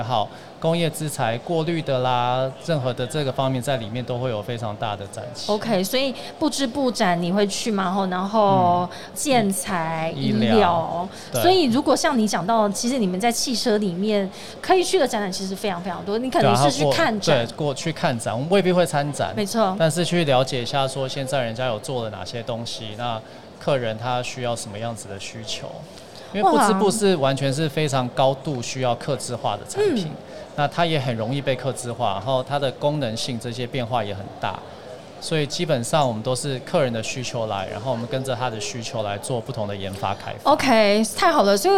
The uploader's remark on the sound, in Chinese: 2021 Medical TW特別企劃 Live Podcast